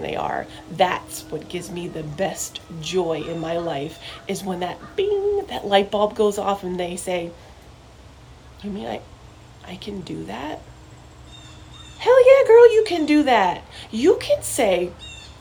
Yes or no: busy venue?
no